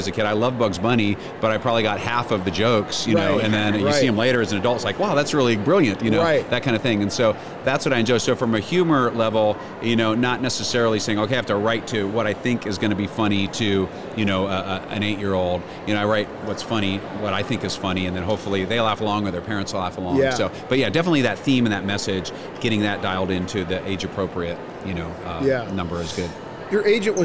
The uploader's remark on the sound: LIVE from Christian Product Expo 2022 in Lexington, KY!